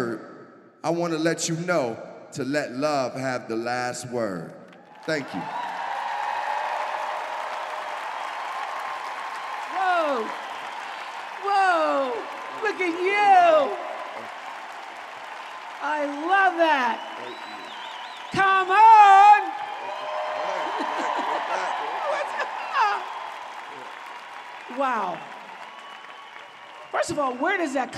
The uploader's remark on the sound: Talks in front of a live audience in Denver.